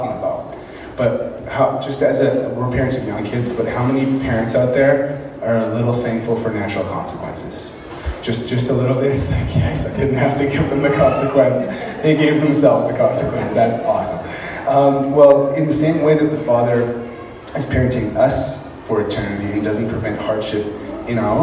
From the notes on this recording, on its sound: speaking in Moose Lake Pentecostal Camp